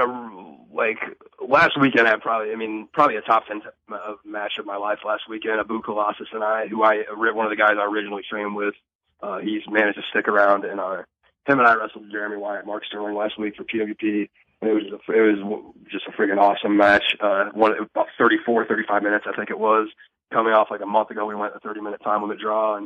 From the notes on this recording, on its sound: on the phone